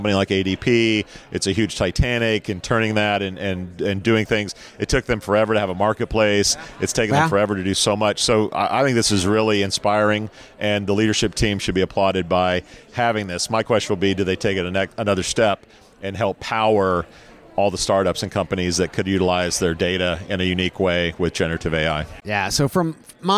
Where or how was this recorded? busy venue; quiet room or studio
busy venue